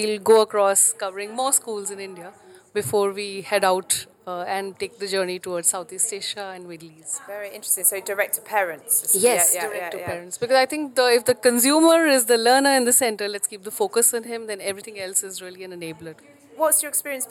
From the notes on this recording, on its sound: This episode was recorded at this year's GESF.